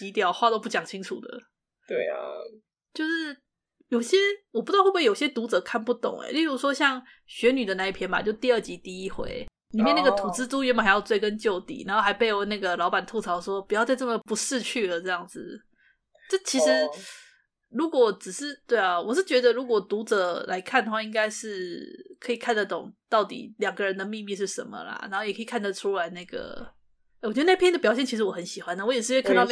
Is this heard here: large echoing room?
no